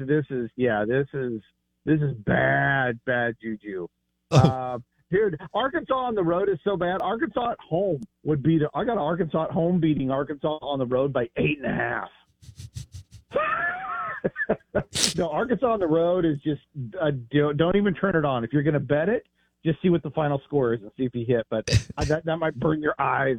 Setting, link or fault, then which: link, phone line